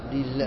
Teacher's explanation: ثم حاذرا تفخيم لام الله لام لله لكسرتها